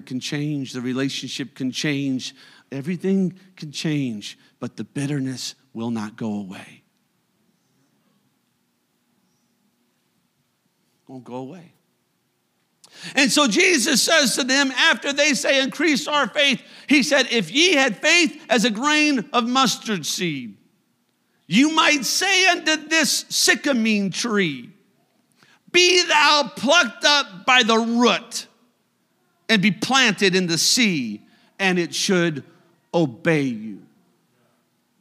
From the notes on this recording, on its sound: a service recording from Connect Point UPC